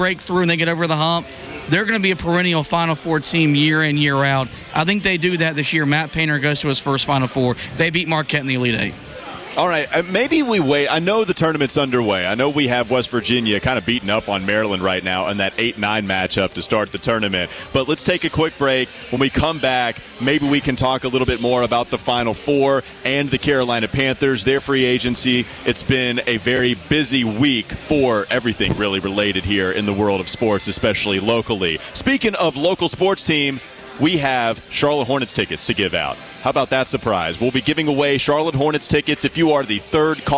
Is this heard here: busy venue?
yes